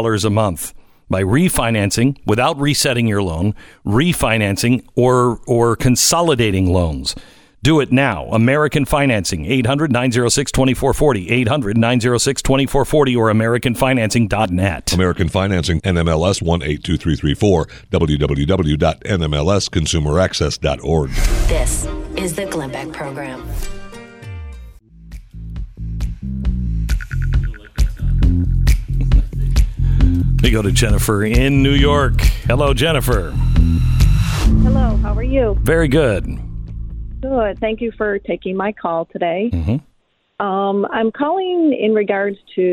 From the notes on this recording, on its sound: Opens up the phone lines to hear from listeners about what they’re seeing in their own lives.